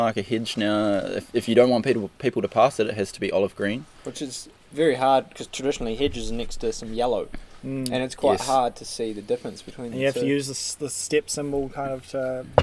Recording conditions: outdoors